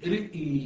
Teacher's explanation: وقفاً إمالة فتحة الراء والهمزة، وصلاً فقط إمالة فتحة الراء.